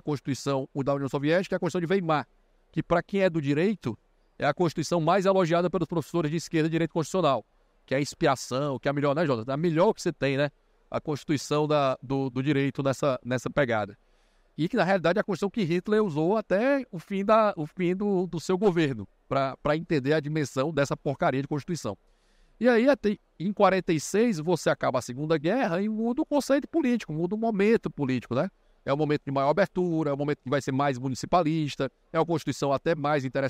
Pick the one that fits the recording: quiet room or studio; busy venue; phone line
busy venue